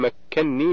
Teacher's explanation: الكلمة الثانية مكنني، من قوله تعالى قال ما مكنني فيه ربي من سورة الكهف في الآية 95، فإن أصلها مكنني بنونين، وقد قرأ حفص بإدغام النون الأولى في الثانية فصارت مكنني بنون واحدة مشددة